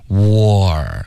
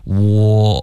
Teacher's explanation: 注意你的嘴唇会慢慢的分开导致一个滑动 · Term: war 的音